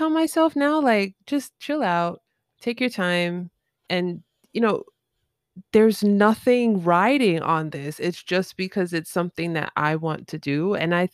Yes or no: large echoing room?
no